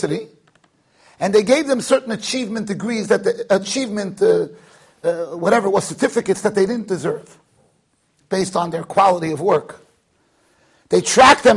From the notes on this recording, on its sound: Shiur recorded in Yeshivas Ohr Reuven, Monsey NY.